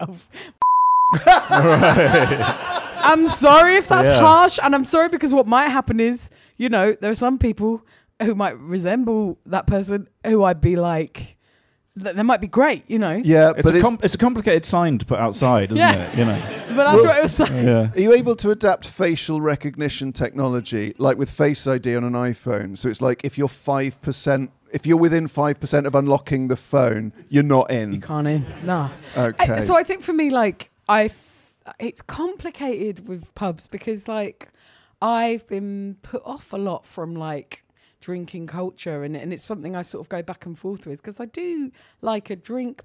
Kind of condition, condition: setting, busy venue